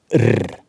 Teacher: de såkalte rullelydene, hvor noe i munnen settes i sving. og Blant annet tungespissen sånn rr.